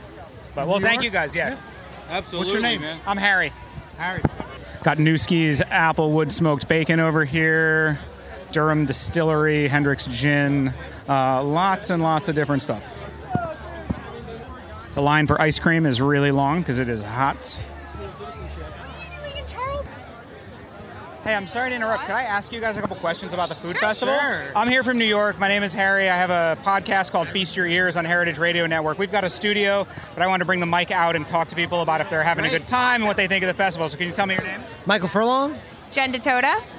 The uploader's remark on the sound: Getting down at Charleston Wine and Food Festival. As part of Heritage Radio Network on tour. Took the mic out into the crowd.